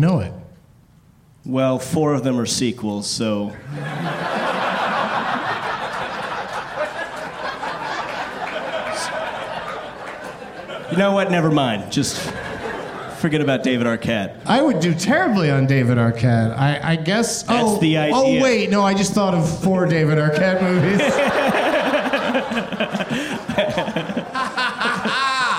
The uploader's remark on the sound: Live from the Improv in Houston